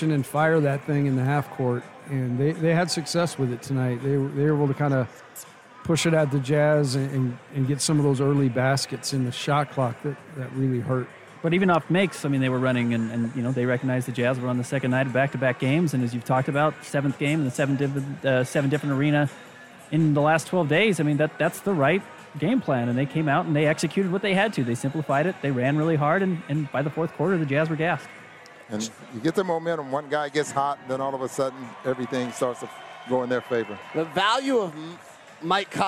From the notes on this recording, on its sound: Postgame press conference audio